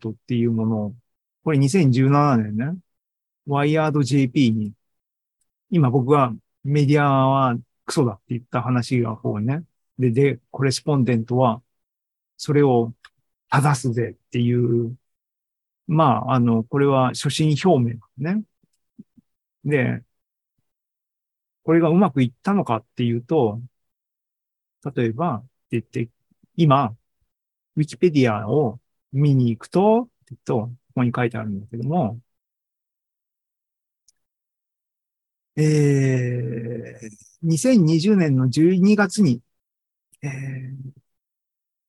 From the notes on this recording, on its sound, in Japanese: ２０２３年８月２６日に開催した ZOOMライブの模様です